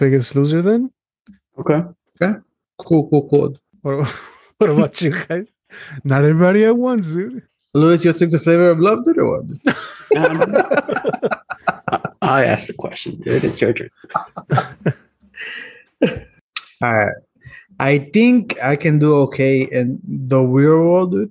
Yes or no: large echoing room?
no